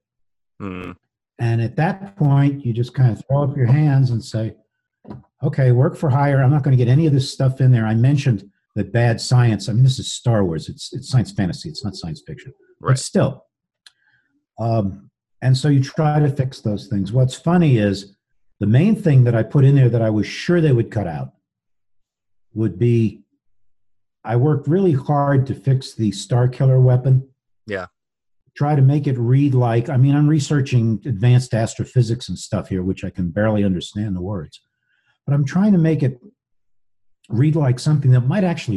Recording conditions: video call